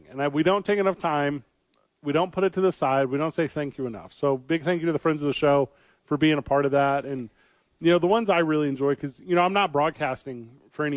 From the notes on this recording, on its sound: live from The Dukes Store.